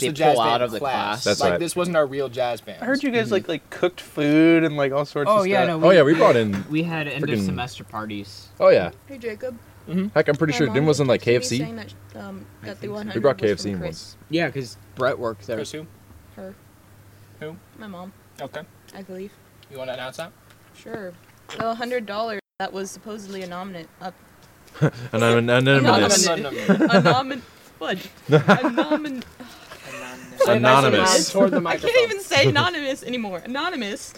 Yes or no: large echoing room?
no